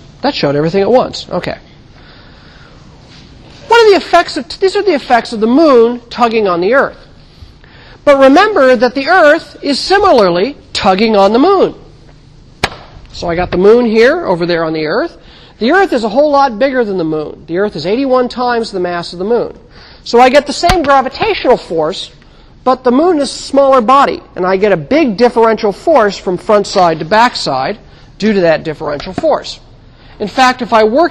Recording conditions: large echoing room